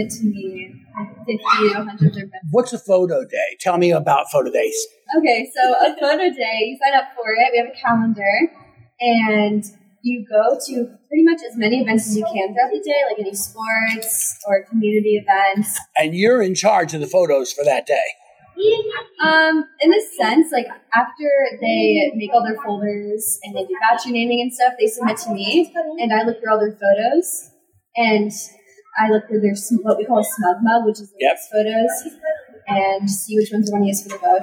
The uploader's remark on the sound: taped live from Elite Weekend in Orlando